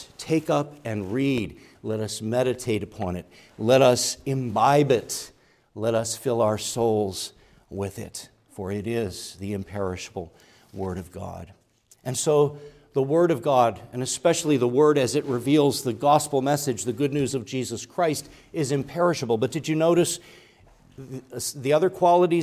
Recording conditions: large echoing room